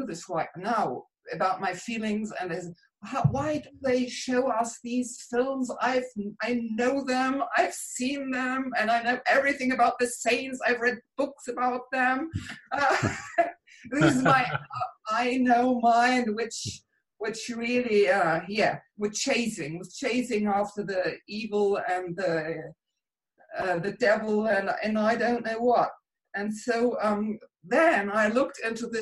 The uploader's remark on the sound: Q&A session from the "Prayer—The Medium of Miracles" online retreat